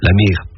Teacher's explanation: La mère. À certains endroits, on ferme la voyelle.